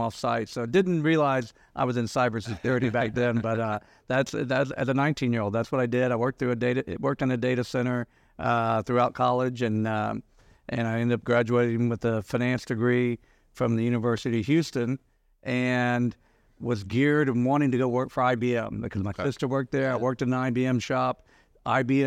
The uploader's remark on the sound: recorded live at the 2023 Information Security Summit